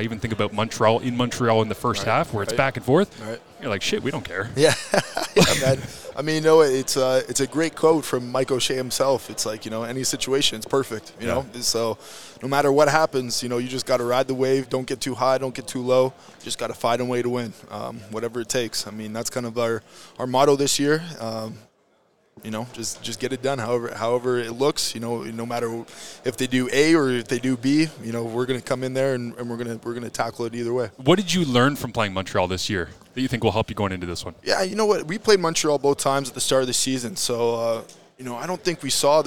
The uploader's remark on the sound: Grey Cup Media Day